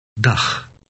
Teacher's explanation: The Dutch word for hello contains a sound that we don't have in English. It resembles the ending of the Scottish word loch, but a little softer.